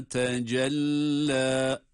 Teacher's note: وَالنَّهَارِ اِذَا تَجَلَّى ve burada tecella derken de bir meddi tabi ile bitirdiğimizi, meddi tabi olarak ancak bir elif uzattığımızı dikkate alalım